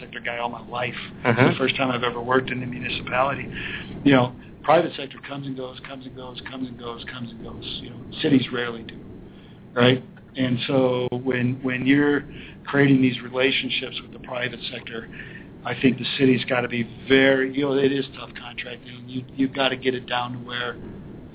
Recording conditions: busy venue